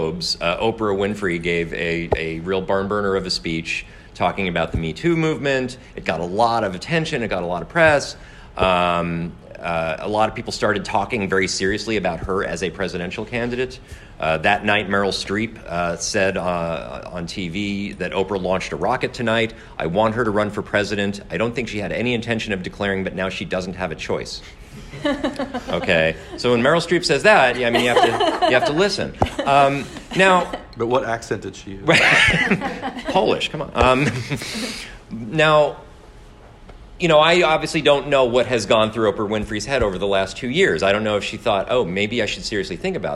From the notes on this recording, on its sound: at the annual conference of the Southern Political Science Association in San Juan, Puerto Rico, on 1/11/2020.